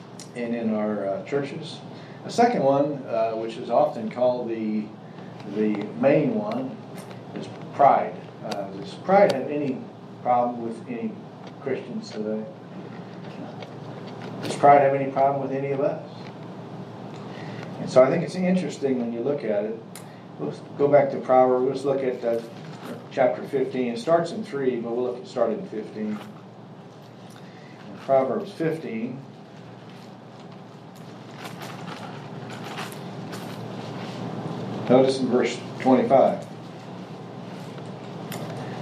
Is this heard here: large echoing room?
yes